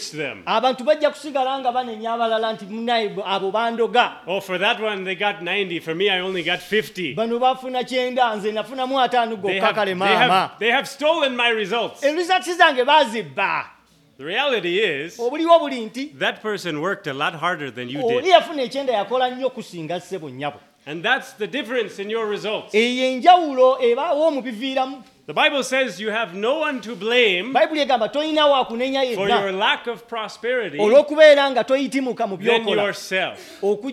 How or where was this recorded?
large echoing room